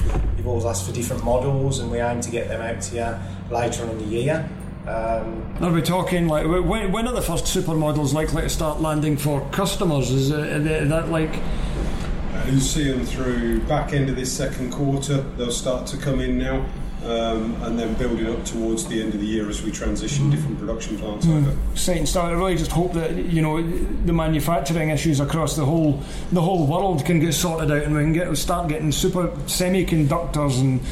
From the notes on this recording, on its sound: Was joined by 5 guests on this very special Scania edition of the Truck & Driver podcast. This episode was recorded live in Milton Keynes at the press demonstration of Scania's new ‘Super’ range.